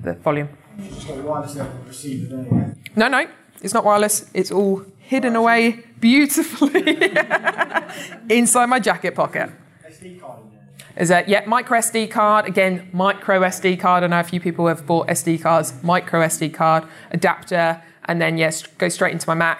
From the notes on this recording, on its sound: is with a live audience